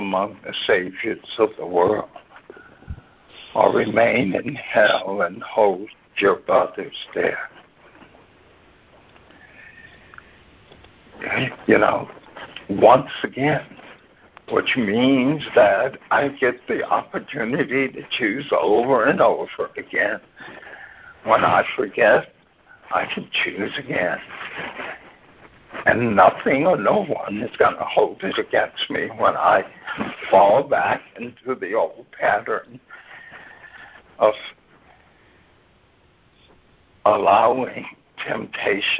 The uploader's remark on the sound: ACIM Daily TEXT Conference Call